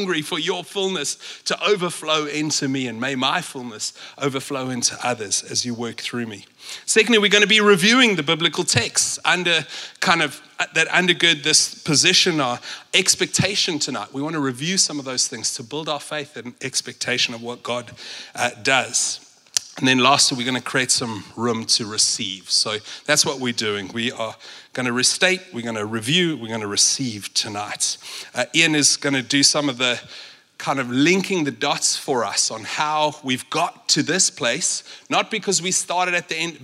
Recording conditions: large echoing room